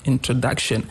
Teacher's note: the pronunciation of the word introduction, the third syllable has a stress · Term: word-level stress